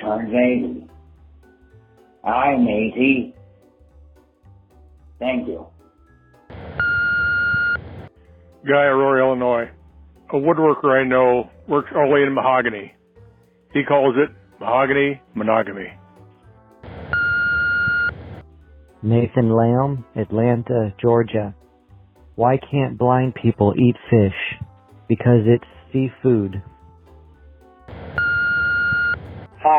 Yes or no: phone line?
yes